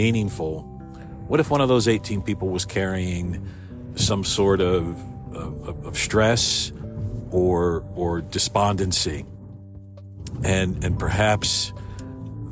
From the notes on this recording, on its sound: Another morning commute free-form episode all recorded in one take in my car